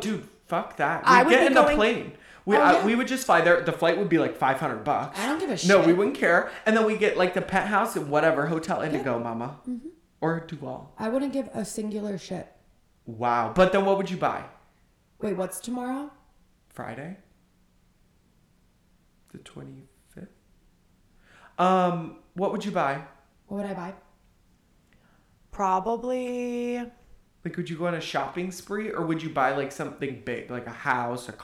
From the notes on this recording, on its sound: Echo Chamber of Introductions. Trigger Warning: ECHO... Yes, we know we are echoing literally the entire time.